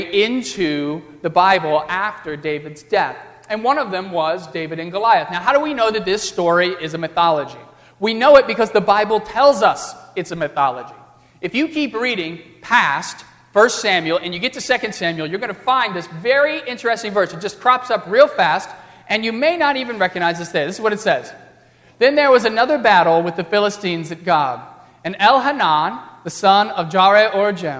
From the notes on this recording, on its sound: during the Crossroads service (9:30 am) on Sunday, November 29, 2015, at First Presbyterian Church of Arlington Heights, Illinois